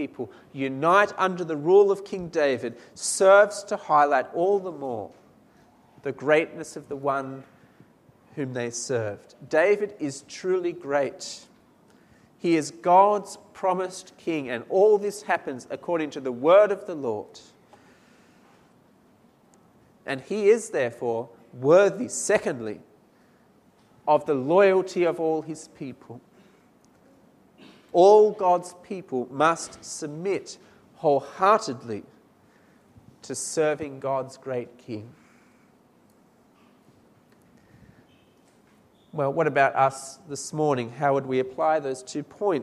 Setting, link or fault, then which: setting, large echoing room